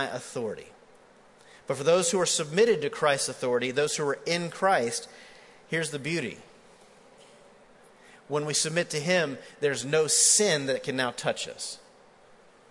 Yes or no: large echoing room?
yes